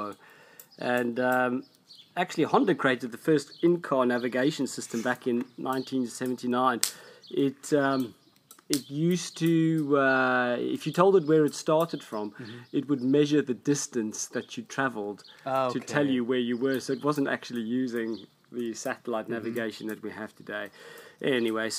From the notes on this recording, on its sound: if you hear any noises in the background that is just the fire crackling!